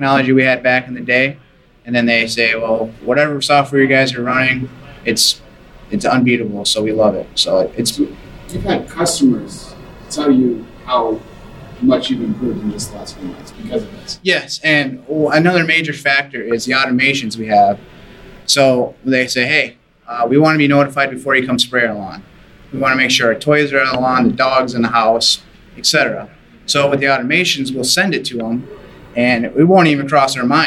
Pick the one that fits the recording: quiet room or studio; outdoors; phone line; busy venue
busy venue